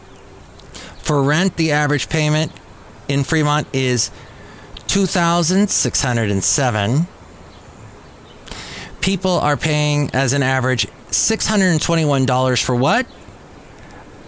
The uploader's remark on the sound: podcasts live from Café Anyway